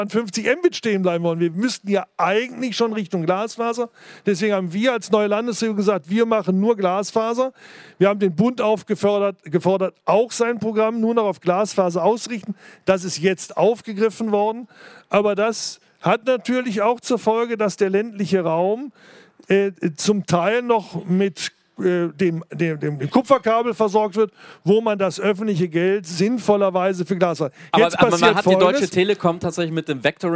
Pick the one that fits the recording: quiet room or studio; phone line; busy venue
busy venue